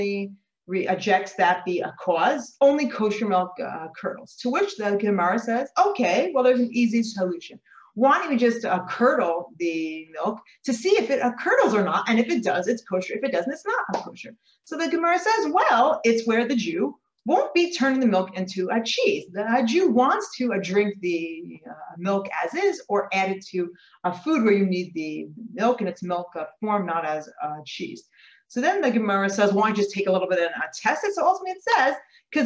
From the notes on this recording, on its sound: This audio was originally captured from Zoom.